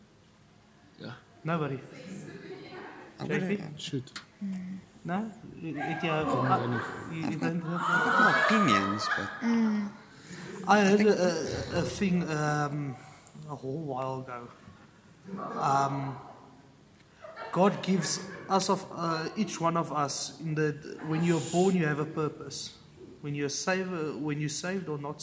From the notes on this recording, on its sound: We apologize for the background noise, we are doing our best to improve in the future episodes .